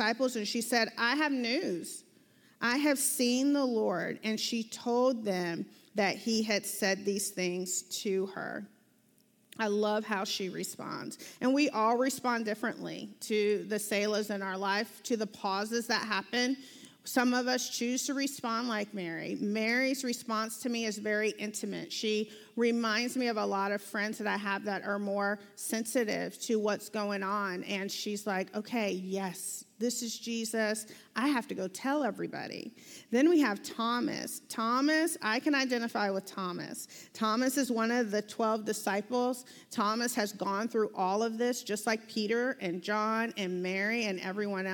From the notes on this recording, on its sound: This video was recorded live from the Mosaic Church "Hope Center" in Charlotte North Carolina